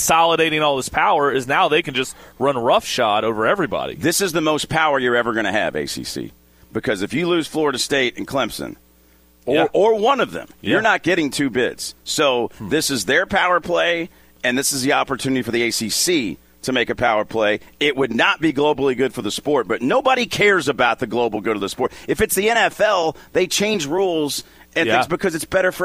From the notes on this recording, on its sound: The guys are broadcasting live from The Fitness Market! 2521 Plantside Dr, Louisville, KY 40299.